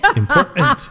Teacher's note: She didn't use the T's.